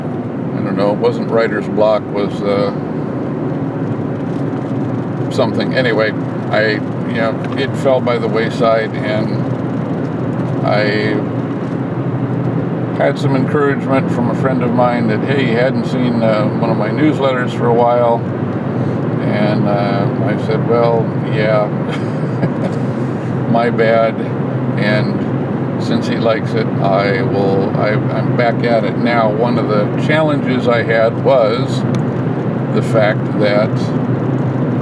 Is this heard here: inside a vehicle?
yes